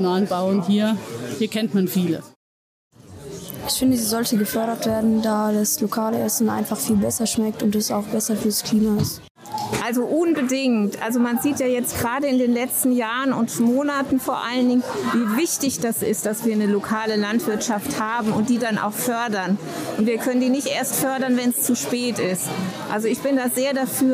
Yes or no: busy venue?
yes